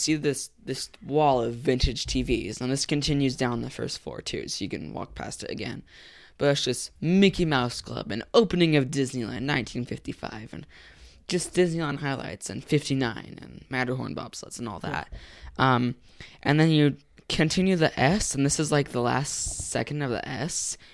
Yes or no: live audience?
no